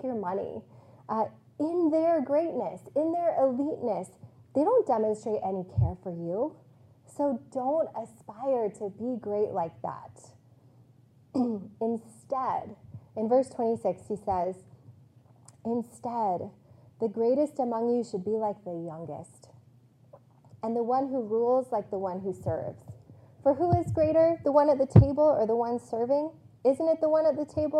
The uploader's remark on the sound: This message was preached on April 10, 2022, on Palm Sunday at CityChurch in Iowa City.